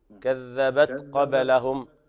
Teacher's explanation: التاء في كذبت ليس فيها قلقلة، أما الباء في قبلهم هل التي تقلقل.